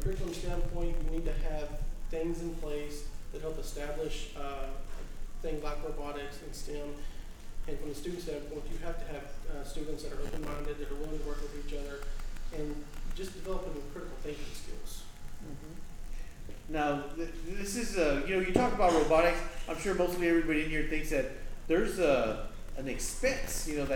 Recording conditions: busy venue